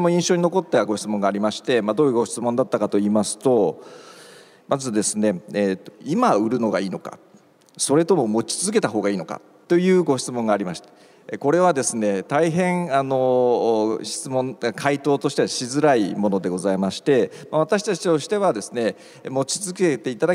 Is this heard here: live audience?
yes